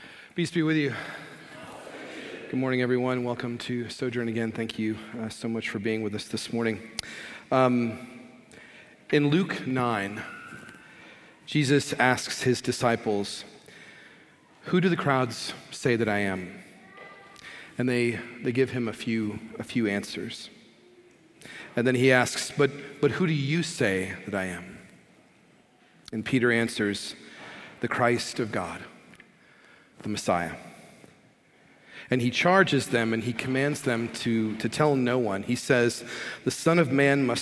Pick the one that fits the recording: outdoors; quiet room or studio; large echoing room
large echoing room